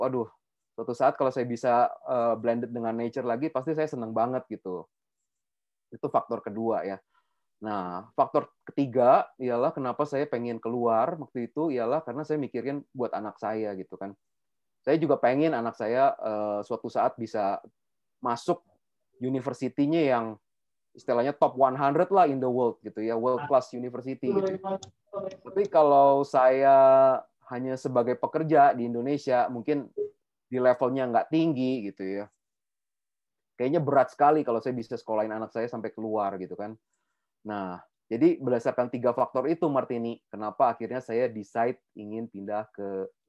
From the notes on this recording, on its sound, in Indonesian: Sukaaaaa sekali zoom kali ini.